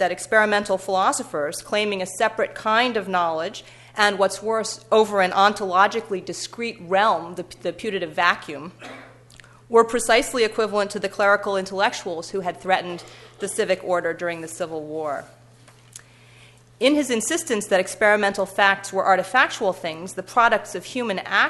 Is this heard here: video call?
no